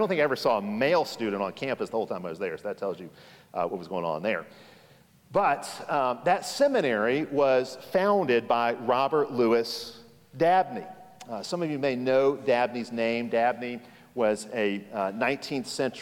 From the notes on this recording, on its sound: Session 4 of 4 from the Keep Austin Conference, 2022. Hosted by King's Cross Reformed Church in Austin, TX.